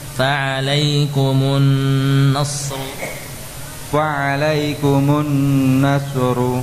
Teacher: Nunnya, nun tasydid ditahan.